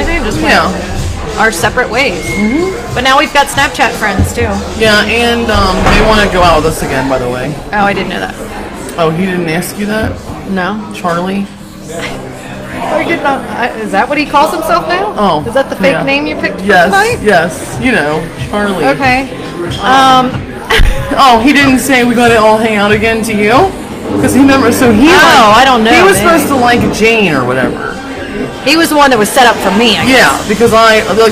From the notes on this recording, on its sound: LIVE at Molly Malones in Covington, KY